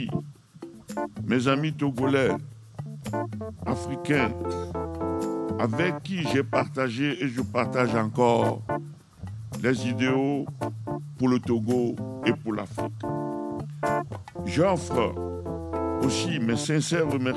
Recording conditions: outdoors